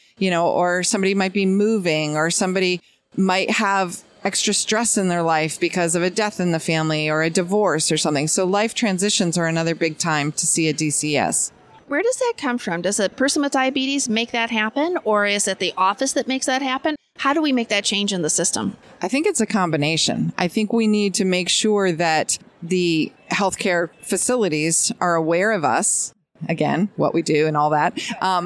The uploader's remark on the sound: at ADCES22 in Baltimore, MD after she finished hosting a panel discussion.